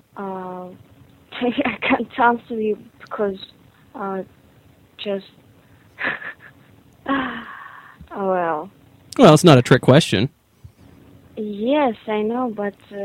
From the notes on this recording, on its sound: This is our first Podcast with our new recording equipment : We have the new soundboard and mic's operating now. One of the latest spammers to our website actually has a phone number so we decide to give em a call and see why they are spamming us.